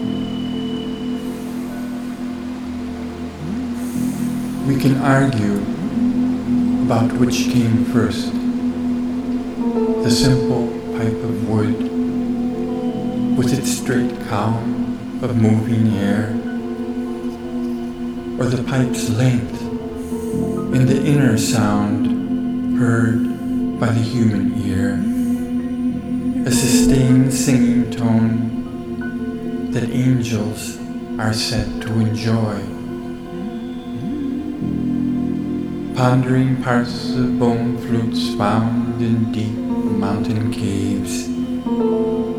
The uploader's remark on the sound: Recorded in the Eagle Cap Wilderness, w/ a stream-side Varied Thrush (Ixoreus naevius)